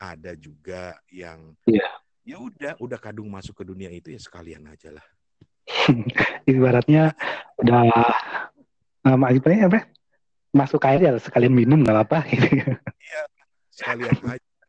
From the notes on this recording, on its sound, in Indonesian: Audio agak kurang jelas, dimaklumi aja y